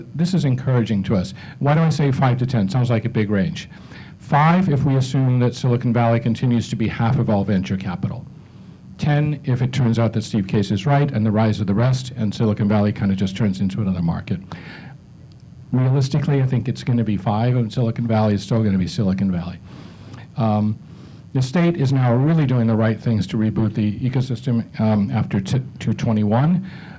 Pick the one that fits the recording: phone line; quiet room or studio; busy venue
busy venue